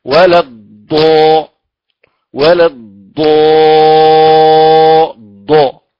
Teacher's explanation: إخراج الضاد لا من طرف اللسان لكن من حافة اللسان، إما اليمنى أو اليسرى أو من الحافتين. إذن ندفع بالضاد إلى إلى إلى طبعا إلى إلى الوسط، يعني إلى وسط اللسان لا إلى طرف اللسان.